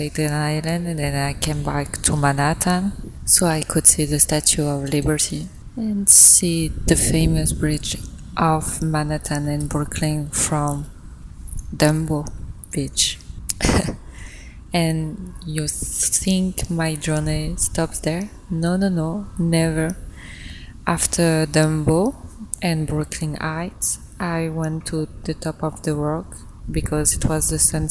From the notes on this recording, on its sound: I record outside, so the quality is not the best but well, the emotion is there. Vibing in new york city, alone.